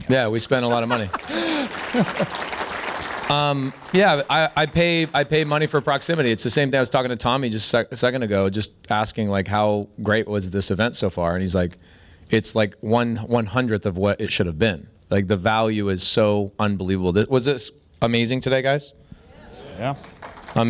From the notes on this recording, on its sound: In this LIVE episode of Self Storage Income (from our event)